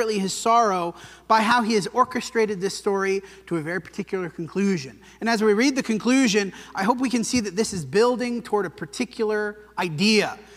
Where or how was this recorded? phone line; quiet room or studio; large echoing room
large echoing room